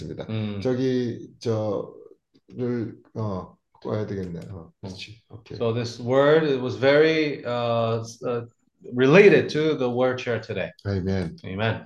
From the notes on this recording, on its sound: zoom meeting